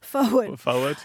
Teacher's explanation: there's no R in forward, and if there is, it's optional